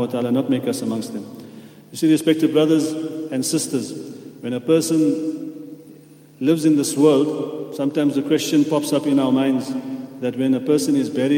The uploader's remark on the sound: at the Houghton Masjid (West Street)